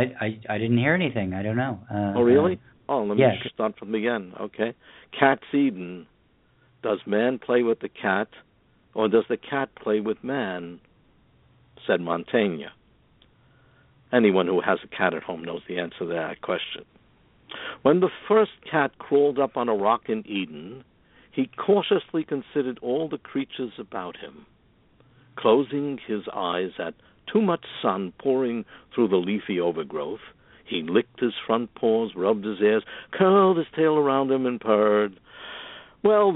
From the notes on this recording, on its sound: With callers, reading their poems, from Topanga Canyon, California, Glenridge, New Jersey, Birminham, Alabama, Merrick, New Jersey and Newburg, New York.